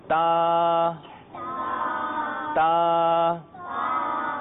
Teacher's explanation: تو اس طرح تا ادا ہوتا ہے، اور اس کی مقدار جو ہوگا، اس کو ہم کھینچ کے جو پڑھیں گے وہ ایک الف کی مقدار